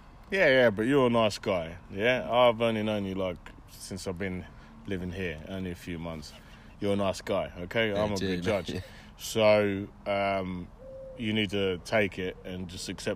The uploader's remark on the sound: Walking around Gog Magog hill. Cambridge Uk.